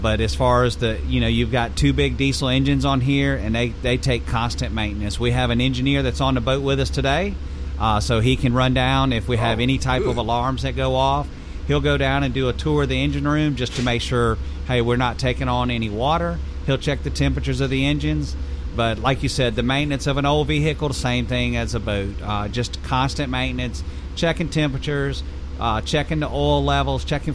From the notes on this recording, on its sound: we’re on the road live from the 27th Annual Cruisin’ the Coast at Cruisin’ Central in Gulfport